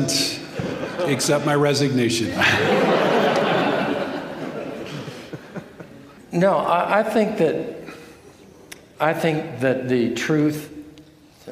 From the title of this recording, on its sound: Q & A from the 2021 Boise Reformation Conference